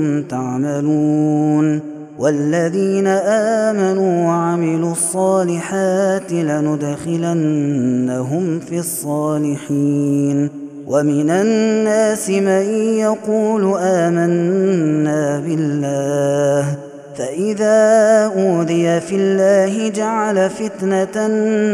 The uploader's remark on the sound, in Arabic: هذا التسجيل من صلاة التراويح